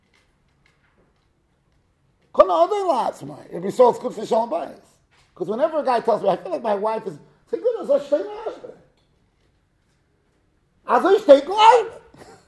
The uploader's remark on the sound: Shiur recorded in Yeshivas Ohr Reuven, Monsey, NY.